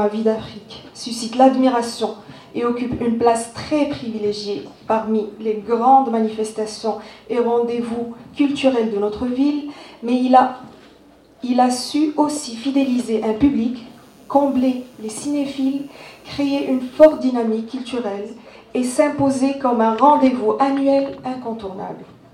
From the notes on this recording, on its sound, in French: Retrouvez ici l'enregistrement de la Conférence de Presse du 33ème Festival de Cinéma Vues D'Afrique. Ce Festival se déroulera du 14 au 23 Avril à la Cinémathèque Québecoise de Montréal.